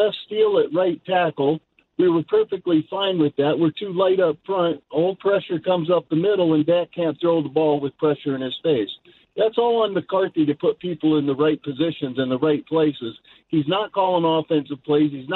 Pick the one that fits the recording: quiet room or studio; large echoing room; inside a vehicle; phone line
phone line